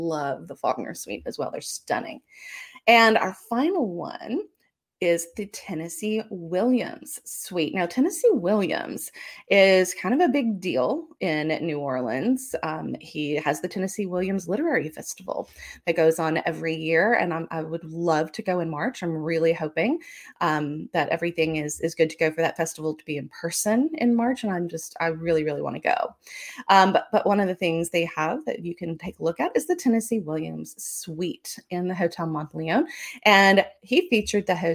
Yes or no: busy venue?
no